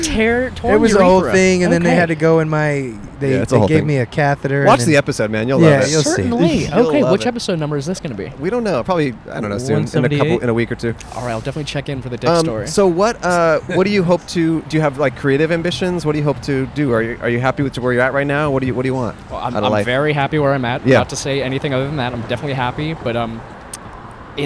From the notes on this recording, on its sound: Outside a Bougie Grocery Store. In front of Erewhon in Santa Monica, California.